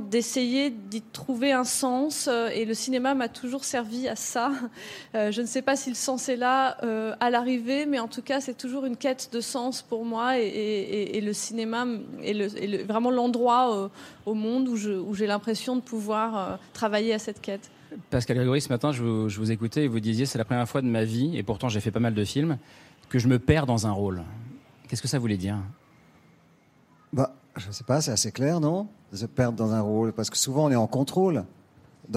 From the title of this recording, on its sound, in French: en direct du Festival de Cannes